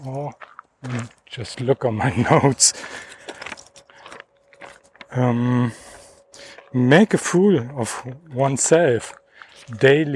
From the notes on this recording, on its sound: Dog Walk. Just walking and talking. I didn’t edit the recording. You’ll hear all my “hms” and “ähs”.